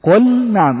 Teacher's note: إظهار اللام عند النون